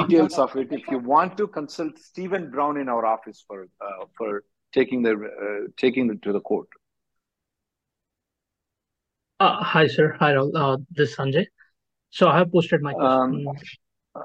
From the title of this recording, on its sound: Conference Call